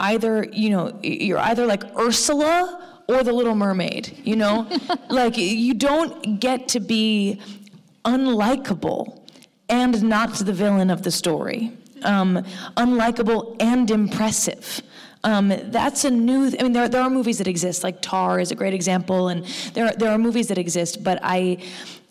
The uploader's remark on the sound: Recorded live at The Stockholm International Film Festival.